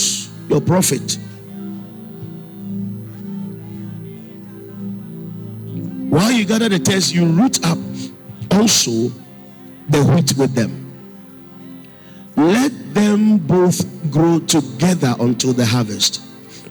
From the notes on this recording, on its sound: Preached at the Spiritual Emphasis Week (First Quarter) All Night, Calvary Baptist Church, Adabraka